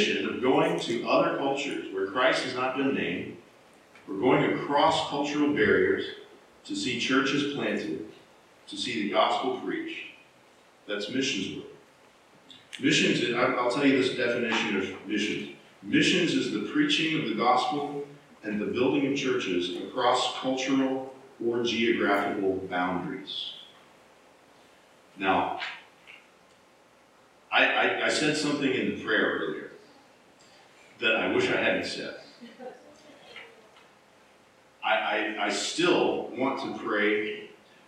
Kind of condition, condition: fault, poor sound quality